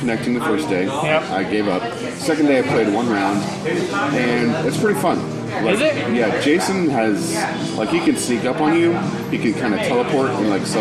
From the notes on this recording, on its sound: LIVE from Trap Door Brewing!